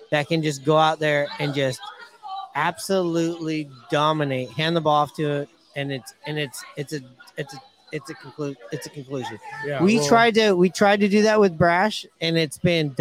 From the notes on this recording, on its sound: Live from Hooverville Bar!